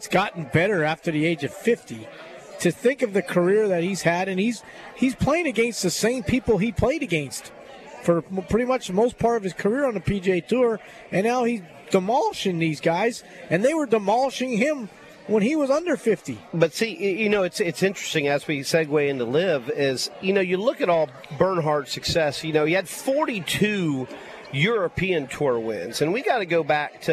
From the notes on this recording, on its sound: LIVE From Felix's Fish Camp!